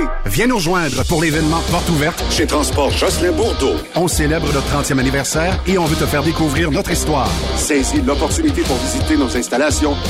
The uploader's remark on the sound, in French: Live du Tournoi de Golf SSPT. Que nous avons rencontré au golf de Lévis afin d’amasser des fonds pour la cause de SSPT camionneurs.